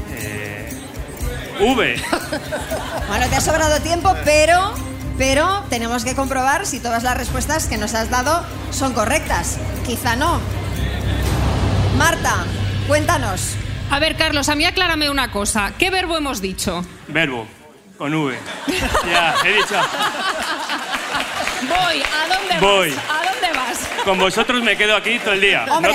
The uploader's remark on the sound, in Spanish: Las Mañanas KISS en directo desde VALLADOLID. Nuestro programa en directo desde el Museo de la Ciencia de Valladolid.